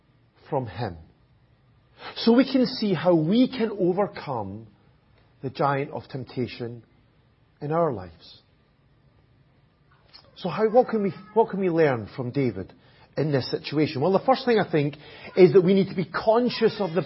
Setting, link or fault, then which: setting, large echoing room